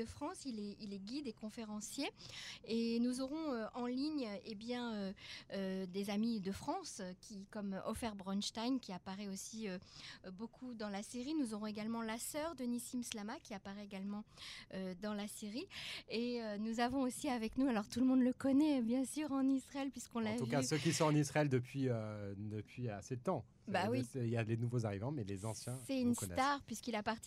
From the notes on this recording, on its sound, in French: Nous avons reçu en studio. Et de France par téléphone.